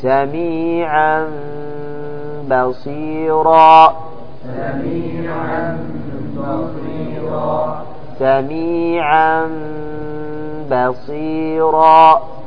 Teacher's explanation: قلب النون الساكنة أو التنوين ميما مخفاة بغنة عندما يأتي بعدهما حرف الباء · Term: إقلاب